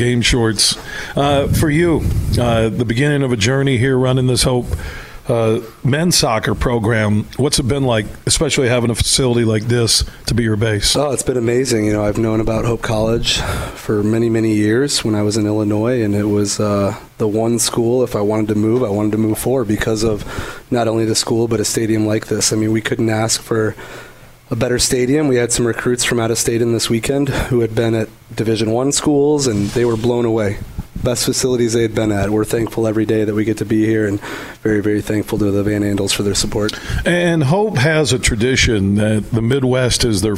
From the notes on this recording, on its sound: Today, we're broadcasting live from the Van Andel Soccer Stadium at Hope College.